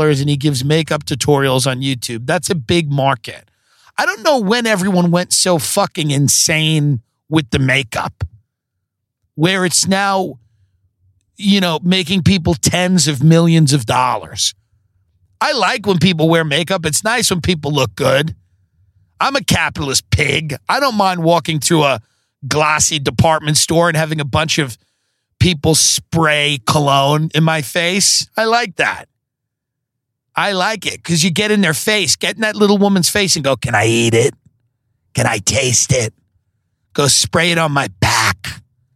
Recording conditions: inside a vehicle